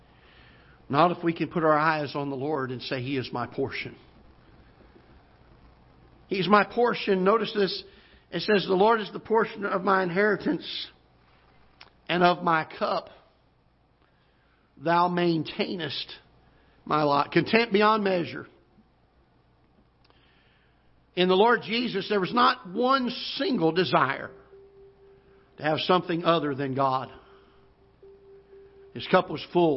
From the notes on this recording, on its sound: Ketha Heights Baptist Church ~ Live Broadcast.